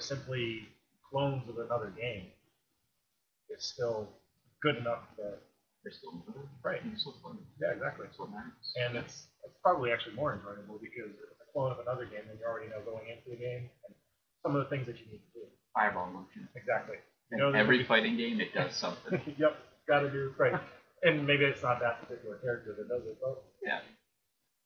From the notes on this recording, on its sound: Apologies for the sound quality. We got a new set up and I didn’t test it. I thought that I had it figured out before recording, but I didn’t.